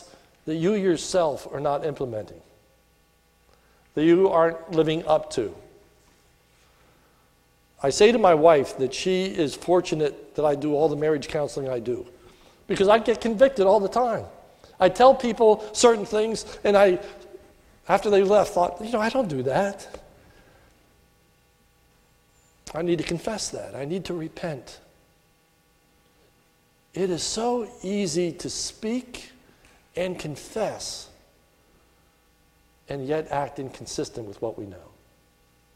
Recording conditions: large echoing room